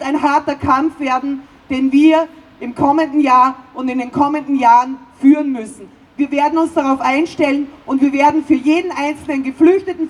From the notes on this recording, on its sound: O-Ton Kundgebung „Bleiberecht für alle“. In Wien.